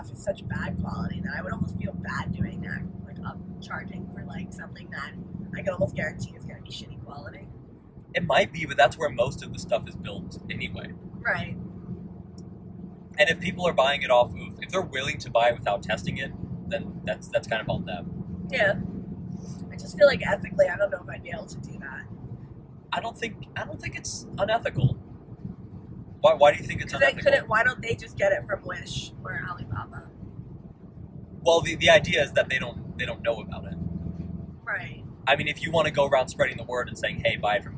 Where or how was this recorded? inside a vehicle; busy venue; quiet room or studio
inside a vehicle